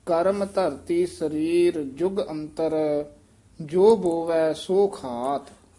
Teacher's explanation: ਕਰਮ ਧਰਤੀ ਸਰੀਰ ਇੱਥੇ ਠਮਕ ਲਾ ਦੇਣੀ ਹੈ ਜੁਗ ਅੰਤਰ ਇੱਥੇ ਵਿਸਰਾਮ ਹੈ ਜੋ ਬੋਵੈ ਇੱਥੇ ਠਮਕ ਹੈ ਸੋ ਖਾਤ